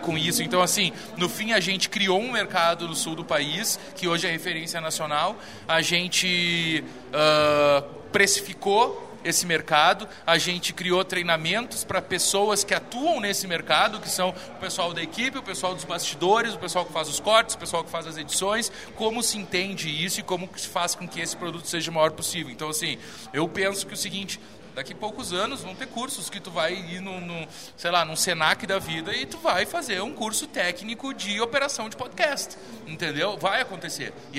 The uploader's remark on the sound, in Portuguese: Episódio especial direto do Festival Mundial de Publicidade de Gramado